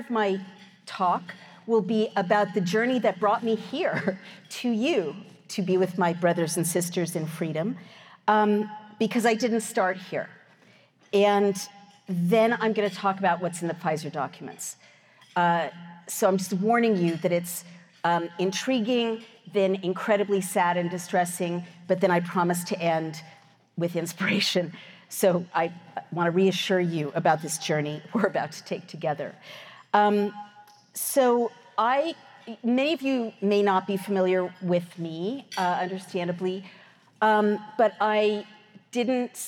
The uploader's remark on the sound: Recorded at the Mises Institute's Supporters Summit in Auburn, Alabama, 12-14 October 2023.